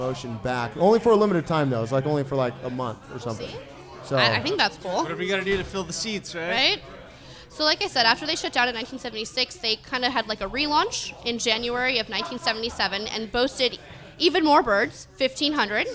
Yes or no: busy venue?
yes